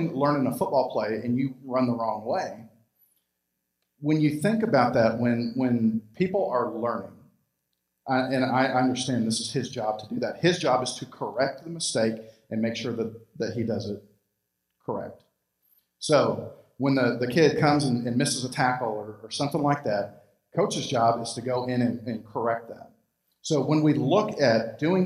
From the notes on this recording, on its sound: Recorded live at Freedom Fellowship Church in Tontitown, Arkansas on Sunday, February 21, 2021.